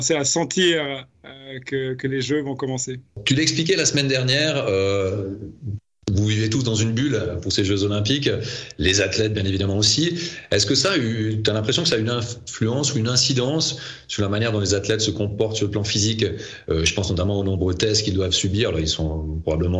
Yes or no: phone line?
no